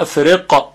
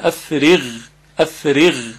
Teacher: کلمه افرغ غین داره که باید دقت کنیم افرغ اینطوری خونده نشه، چون این قافه و این غلطه · Shown in: second take